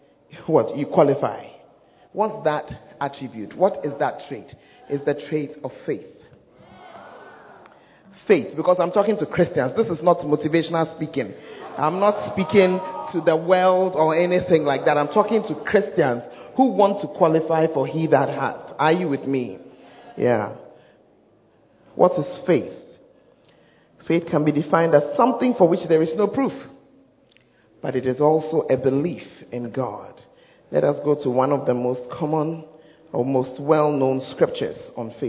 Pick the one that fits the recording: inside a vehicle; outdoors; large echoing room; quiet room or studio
large echoing room